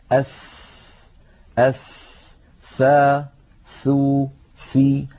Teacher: هذه الثاء لو لاحظتم يتدفق معها هواء، فهي حرف مهموس لأنها من حروف سكت فحثه شخص، وهي حرف رخو يعني يجري معه الصوت، أف قابلة للمط.